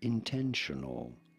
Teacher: You do want to stress on the second syllable